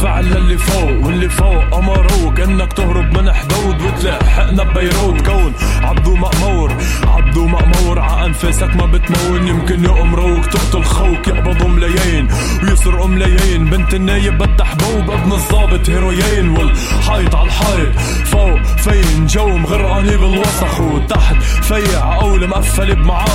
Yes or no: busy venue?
yes